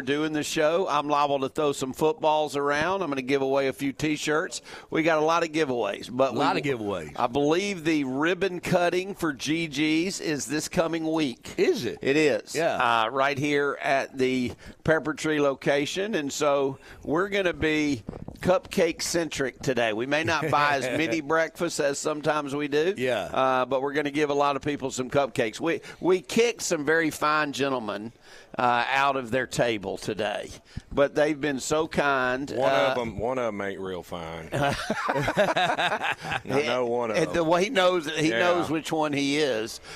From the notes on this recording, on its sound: Chappy's Deli at Peppertree hosted the Saturday morning show for the first time.